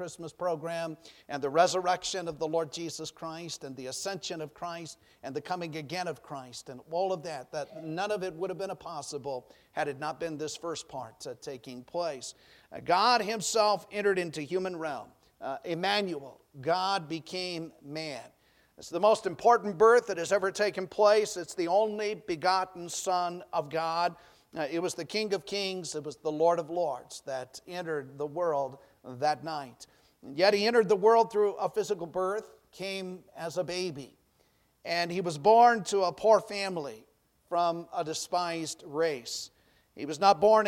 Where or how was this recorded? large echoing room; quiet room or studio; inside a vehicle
large echoing room